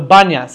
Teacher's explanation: Arabs can't pronounce the P sound. They pronounce all P sounds as a B.